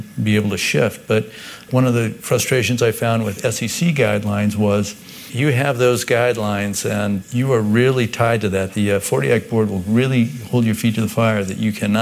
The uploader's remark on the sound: This episode took place at a recent Institutional Investor conference for Corporate Funds and Insurance Portfolios, with the core discussion about ICMA-RC occurring in front of a live audience. Live Show Begins.